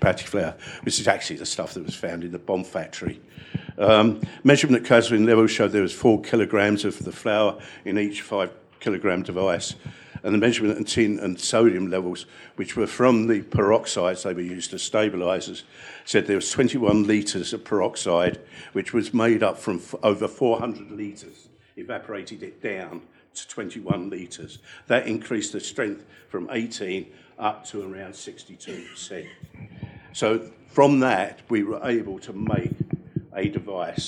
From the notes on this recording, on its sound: In this gripping episode recorded live at CrimeCon UK in London.